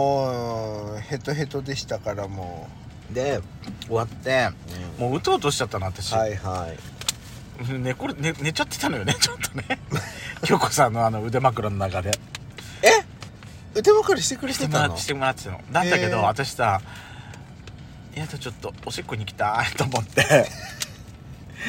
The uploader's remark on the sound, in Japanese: パーキング収録